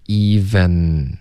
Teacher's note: even 结尾的 n 呢？不要用前鼻音，要顶舌尖